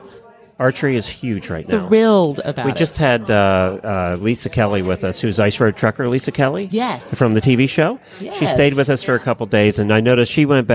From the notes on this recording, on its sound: Live from Certified Horsemanship Association Conference.